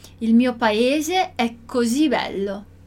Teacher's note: a gente tem o S aqui com som de Z